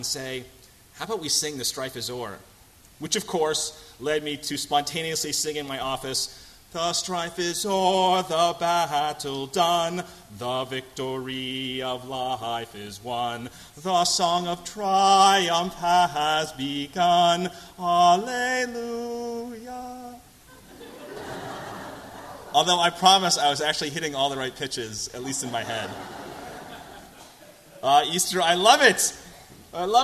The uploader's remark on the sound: At First Congregational Church of Houston.